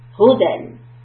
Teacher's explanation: You see, I push the ha sound more, I emphasize the hu sound more than I emphasize the dal sound. Huden. Not huden, where everything is equal.